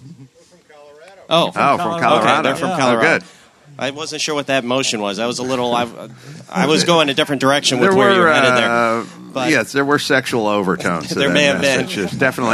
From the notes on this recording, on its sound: Live from ZCON in Nashville. Broadcast live from the 33rd Annual ZCON in Nashville.